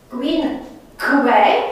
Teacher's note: Este o nazală urmată de o velară, inclusiv de o labio-velară. Da? Deci, quin que are un velar care duce la închiderea lui E la I.